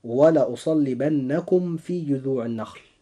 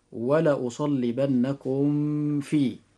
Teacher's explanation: حرف الميم الساكن حينما يجيء بعده حرف الفاء لابد أن نفصل بينهما فصلا تاما عند القراءة · Shown in: first take · والقراءة السابقة وهي ولأصلبنكم في تعد من قبيل الخطأ، وذلك لأن مخرج الفاء قريب جدا من مخرج الميم، فهنا تقارب مخرجا، فالقراءة لابد أن تكون هكذا: ولأصلبنكم في. · Term: الإظهار الشفوي